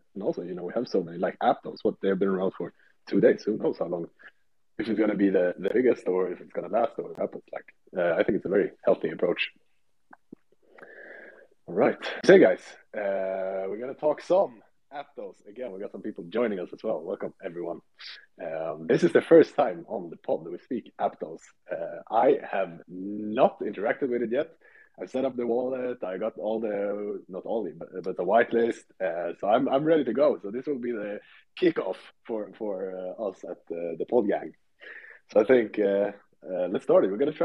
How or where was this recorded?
video call